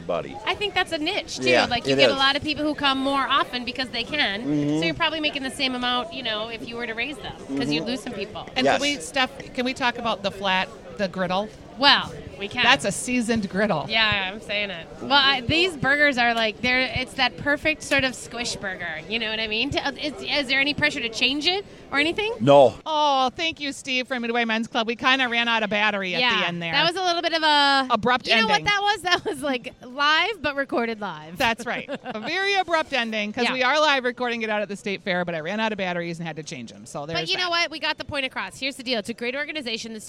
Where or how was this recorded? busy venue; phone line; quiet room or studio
busy venue